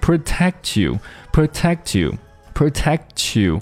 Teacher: 后面的 protect, protect 和 you 又进行了连读